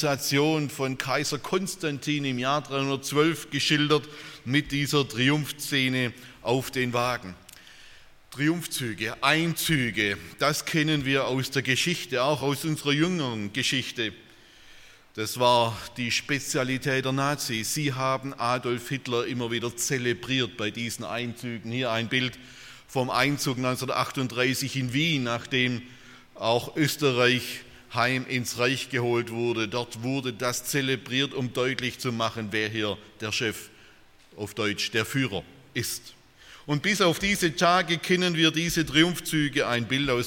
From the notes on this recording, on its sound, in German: aus dem Gottesdienst der Liebenzeller Mission